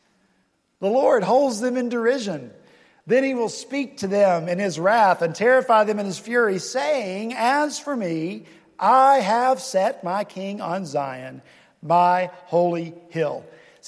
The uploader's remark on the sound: this past Sunday, March 20 at Redeemer Presbyterian Church in Charleston, SC